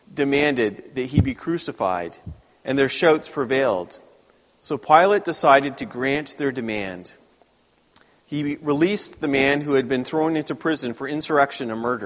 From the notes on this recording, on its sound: Please note the video and audio contain the entire service and not just the sermon.